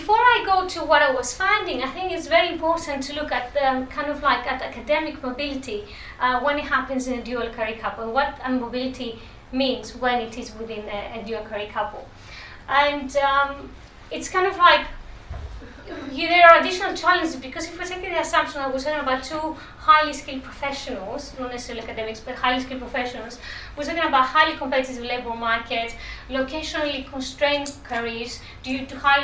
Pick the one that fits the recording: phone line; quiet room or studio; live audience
live audience